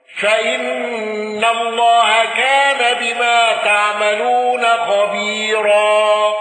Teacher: الأزرق بالنقل وترقيق اللام وترقيق الراءين في خير وخبيرا